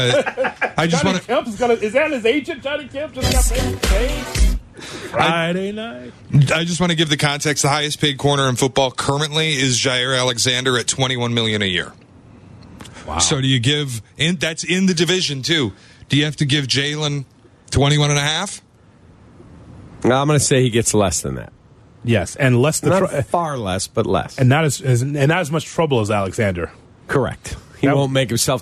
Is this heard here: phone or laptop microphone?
no